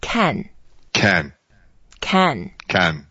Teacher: it's the fourth tone, so we go down.